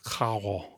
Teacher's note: in some Caribbean varieties of Spanish, it might sound more aspirated, like cajo, like something like that. · More like a French R rather than a traditional Spanish trilled R.